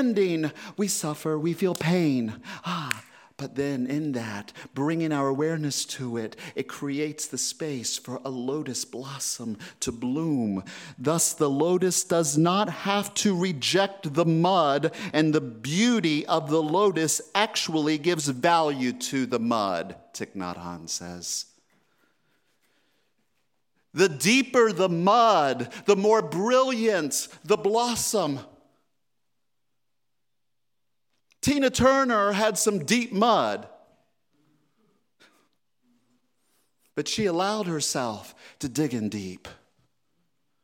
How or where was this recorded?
large echoing room